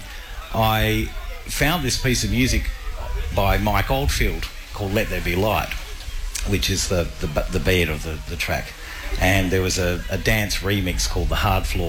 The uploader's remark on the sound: RTR FM Neon Picnic. Live at the Neon Picnic in Hyde Park.